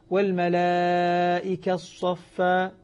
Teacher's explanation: الآن لو أني أردت أن آتي بالإشمام والملائكة الصفة لما نطقت إدغام التاء بالصاد عند الإدغام عند بدء الإدغام أعطيت إشارة الفم فعلم أن التاء قبل أن تدغم كانت مضمومة